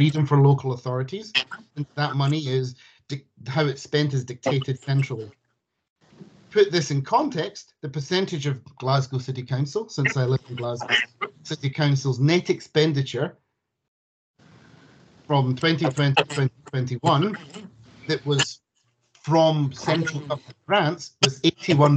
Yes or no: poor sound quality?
yes